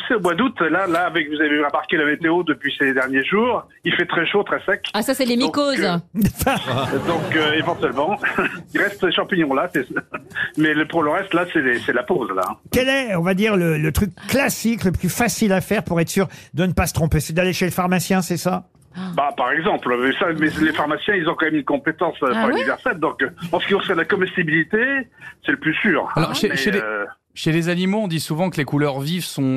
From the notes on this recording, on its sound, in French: Au téléphone des Grosses Têtes.